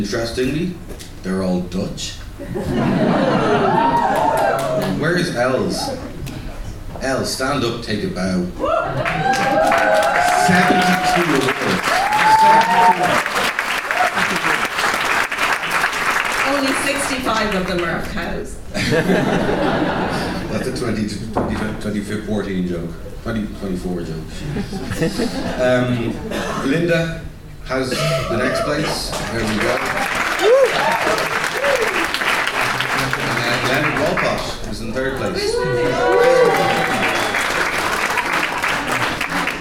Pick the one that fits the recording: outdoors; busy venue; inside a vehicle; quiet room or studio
busy venue